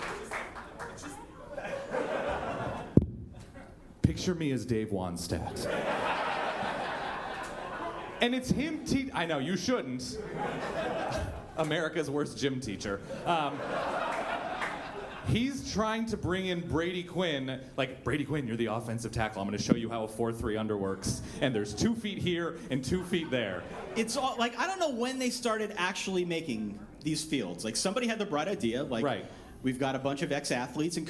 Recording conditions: live audience